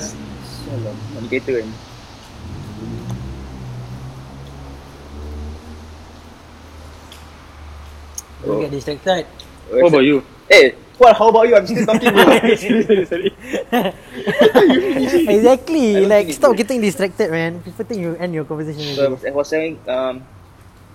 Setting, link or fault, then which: setting, outdoors